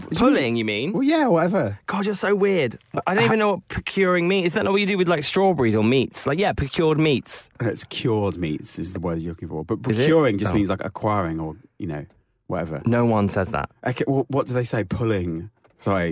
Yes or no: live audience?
no